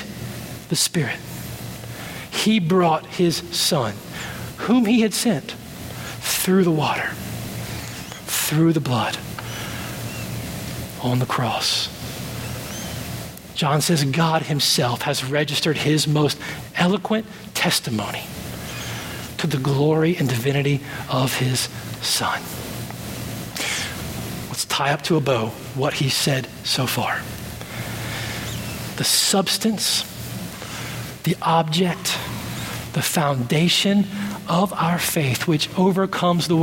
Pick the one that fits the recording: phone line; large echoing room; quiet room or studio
large echoing room